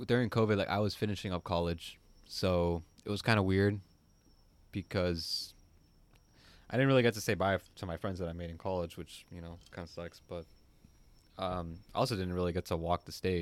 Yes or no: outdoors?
yes